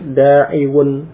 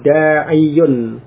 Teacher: Dari da'iwun, wawunya diubah menjadi ya. Menjadi da'iyun.